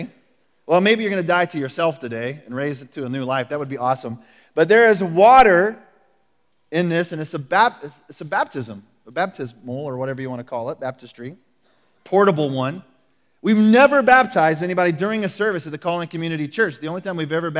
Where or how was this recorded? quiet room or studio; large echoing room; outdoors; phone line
large echoing room